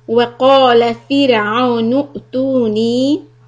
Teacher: So here we have Hamza with a sukun. So we are going to do a little hiccup and stretch the ta and nun.